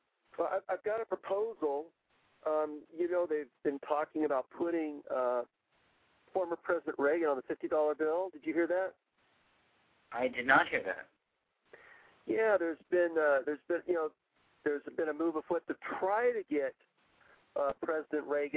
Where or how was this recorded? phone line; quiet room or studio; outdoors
phone line